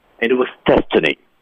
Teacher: destiny 是关键词，It was destiny.注意语调上扬，speak higher.